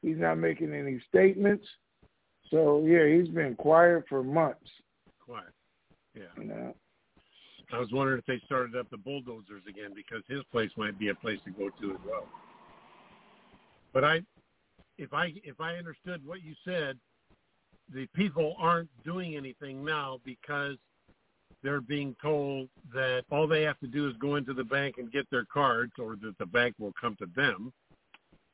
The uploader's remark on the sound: TNTSuperfantastic Conference Call